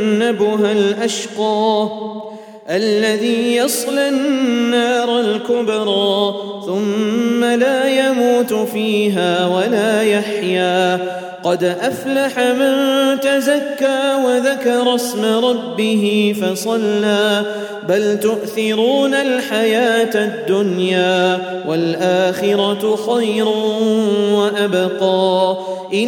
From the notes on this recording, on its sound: at the Houghton Masjid (West Street)